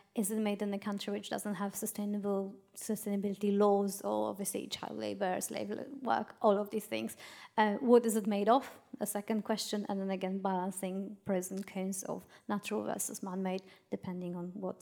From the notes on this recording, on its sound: This episode was recorded in front of a live audience of designers gathered at the newly renovated showroom of sofa.com in Chelsea.